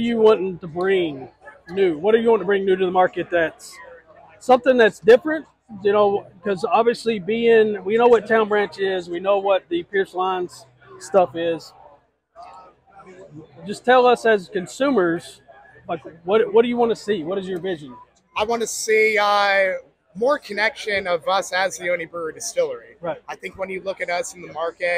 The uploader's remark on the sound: at the Kentucky Bourbon Festival